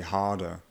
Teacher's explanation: somebody from England might not pronounce those R's at all. They'll actually just skip them and say harder.